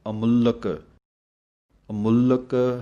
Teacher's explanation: ਅਮੁੱਲਕ ਪਾਠ ਪੜ੍ਹਨਾ ਹੈ, ਐੜੇ ਨੂੰ ਥੋੜ੍ਹਾ ਜਿਹਾ ਸੰਬੰਧਕ ਕਰਕੇ ਪਹਿਲਾਂ ਬੋਲੋ ਅਤੇ ਮੰਮੇ ਉਂਕੜ ਲੱਗੀ ਹੋਈ ਹੈ ਅਤੇ ਅੱਧਕ ਦੀ ਆਵਾਜ਼ ਦੇ ਕੇ ਕੱਸ ਕੇ ਬੋਲਣਾ ਹੈ